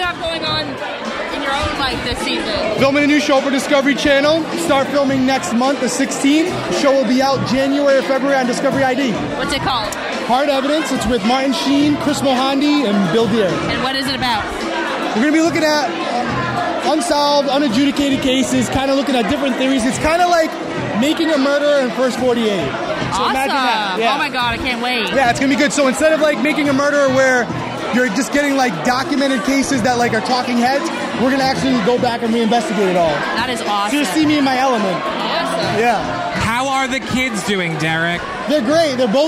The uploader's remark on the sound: NYC Premiere Red Carpet Interviews! We are live from New York City at the Big Brother 18 Premiere Party.